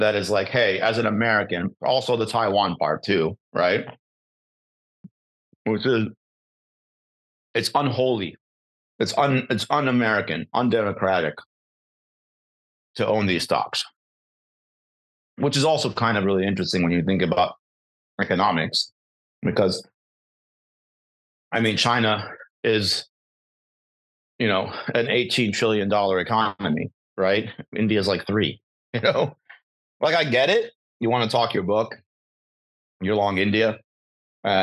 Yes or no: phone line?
no